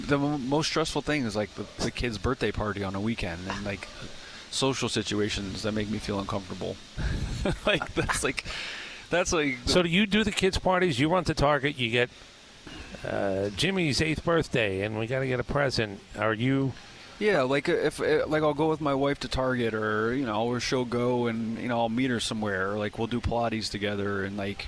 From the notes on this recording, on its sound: at 2024 Braves Fan Fest